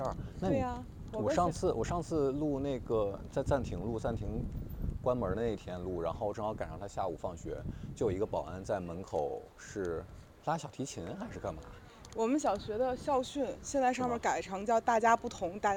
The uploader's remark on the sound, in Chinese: 本期散步路线：张自忠路—东四九条—朝阳门北小街—东四八条—东四北大街—北新桥—交道口东大街—安定门内大街—方家胡同—雍和宫大街。因为这个系列都是在街头录制，所以全程伴随着街头环境音；音量大小有所起伏。